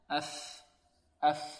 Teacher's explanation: والفاء تخرج من الأطراف الثنائي العليا مع باطن الشفة السفلى